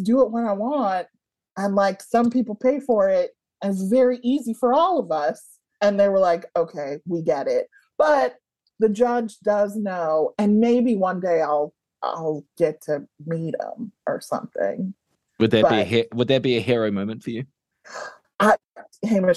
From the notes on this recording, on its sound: So, Zoom it was.